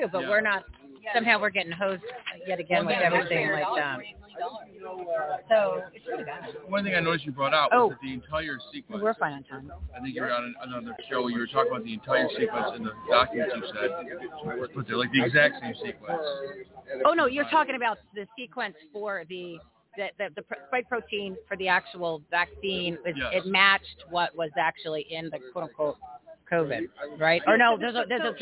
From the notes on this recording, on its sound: LIVE FROM REAWAKEN TOUR IN PHOENIX